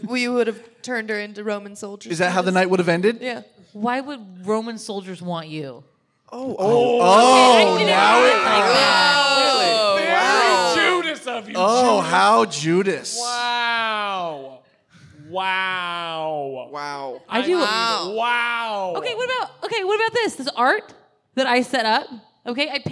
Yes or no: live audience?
yes